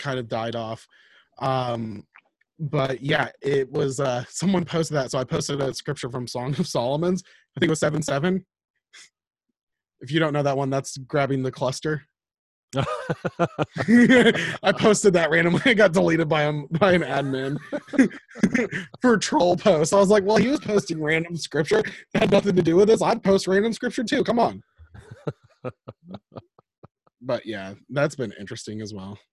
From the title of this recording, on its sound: We be zooming